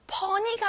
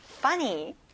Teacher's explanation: 앞에 fa에 강세를 넣어보시고요 · Shown in: second take